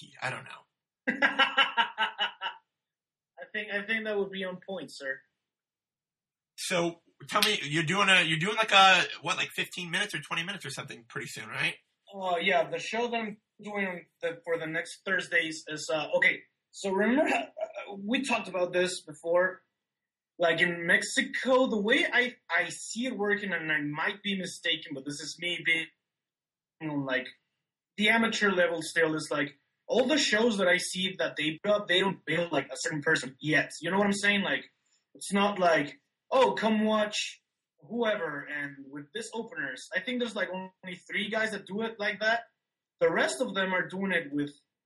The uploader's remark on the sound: This episode was recorded using Skype and Garageband.